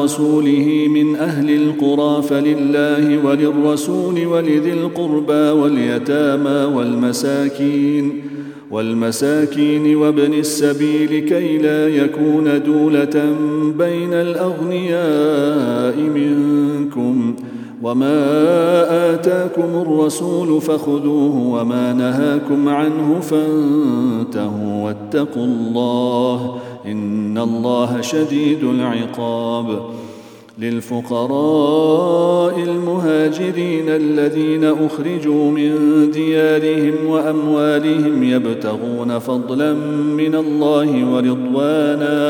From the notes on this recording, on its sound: at the Houghton Masjid (West Street)